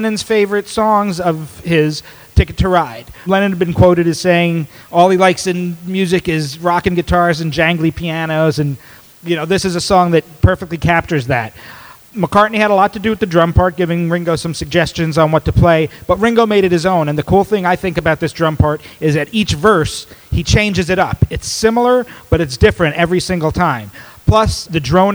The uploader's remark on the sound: Live at the Fest for … Fans Chicago 2015. The Fest for … fans took place in Chicago and I presented two live Multi-Track Meltdowns.